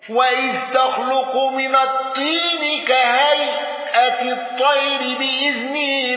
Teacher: النقاش بالسكت على الموصول والمفصول وأل